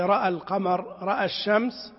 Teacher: أما إذا أتى بعدها ساكن مثل رأى القمر، رأى الشمس، فليس فيها إلا الفتح، رأى القمر، رأى الشمس، في عند الوصل تفتح.